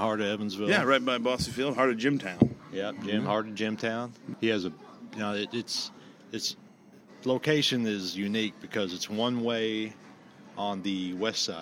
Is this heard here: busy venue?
yes